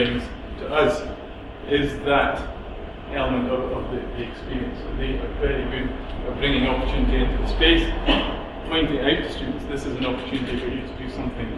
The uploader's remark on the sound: Speaks at SRHE Employability, Enterprise and Work-based Learning Network Event - Postgraduate study and employability.